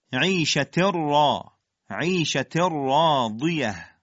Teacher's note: را گفتیم چهار تا حالت در هنگام ادا ممکنه داشته باشه: یک لرزشی، دو جوفی که مردود هر دوی اینها، سوم زنشی که گفتیم اگر را تفخیم بشه به حالت زنشی باید ادا بشه، و چهارم سایشی که مال حالت ترقیقه. اینجا را باید به حالت زنشی ادا بشه، یعنی تماس‌های منقطع و مکرر خیلی کوتاه، و باید از افراط در تکریر پرهیز بکنیم